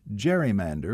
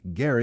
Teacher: pronounced gerrymander with a soft G as in gentle, but the man for whom it is named pronounced his last name Gerry with a hard G as in go